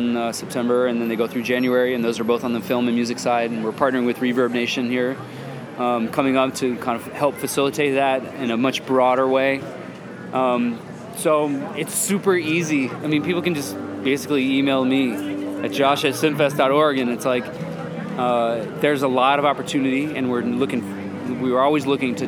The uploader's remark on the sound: Recorded at the ChicagoMade activation lounge at SXSW for Chicago Inno.